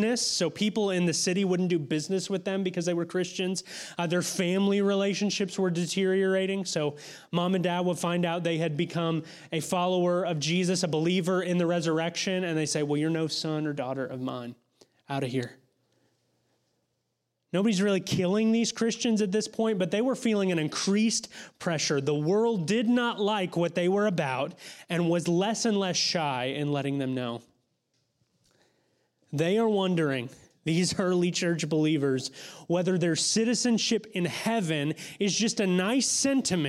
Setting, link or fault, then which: setting, large echoing room